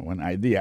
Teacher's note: accent vient de tomber dans la deuxième syllabe là